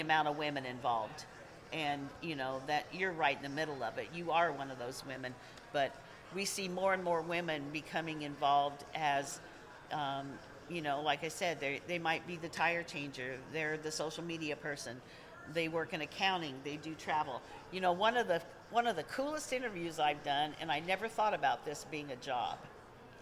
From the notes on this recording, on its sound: PRI 2023 Podcast Stage Interview. Was one of the Motorsports Podcasters who did a live interview at PRI in Indianapolis last week.